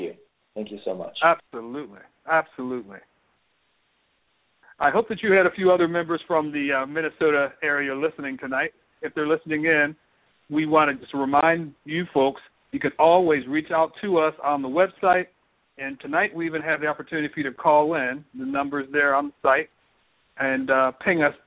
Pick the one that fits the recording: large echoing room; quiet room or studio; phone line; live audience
phone line